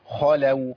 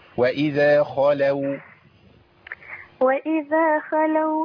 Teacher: الخاء المفتوحة في أعلى مراتب التفخيم